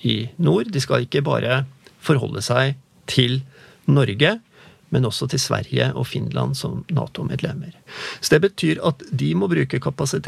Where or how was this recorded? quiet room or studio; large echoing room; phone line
quiet room or studio